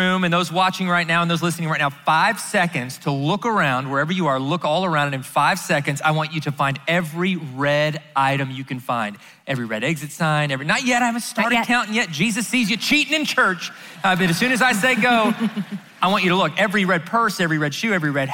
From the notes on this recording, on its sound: answer questions live at the XO Conference 2019